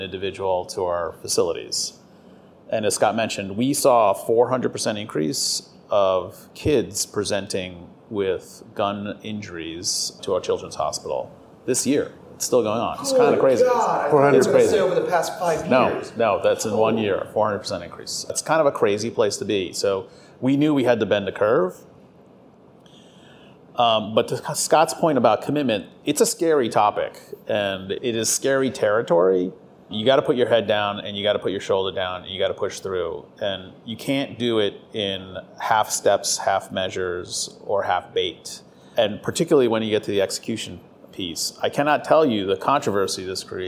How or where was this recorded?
busy venue